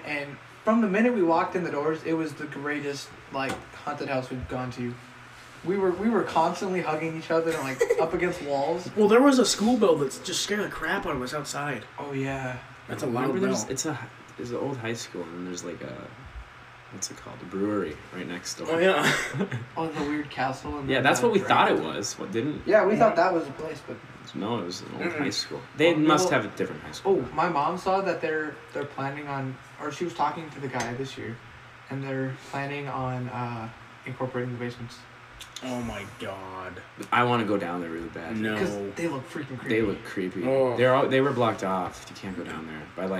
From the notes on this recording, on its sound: We sincerely apologize for the "echoing" in this weeks episode.